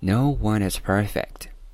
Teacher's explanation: 完美的 perfect 啊，第一个音节重读音节，那么相对于后面的 fact 啊会更加的长一些。我们是指元音哈，元音是有长度的，可长可短。